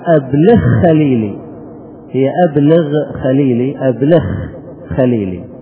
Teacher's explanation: القياس اللي مر علينا إذا أدغمنا متقاربين، هذه قاعدة مرة، أننا نقلب الأول إلى جنس الثاني، فهنا الغين ندغمها في الخاء فنقلب الغين إلى خاء